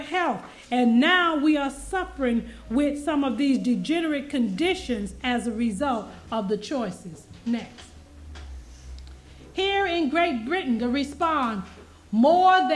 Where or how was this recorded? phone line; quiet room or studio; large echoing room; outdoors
large echoing room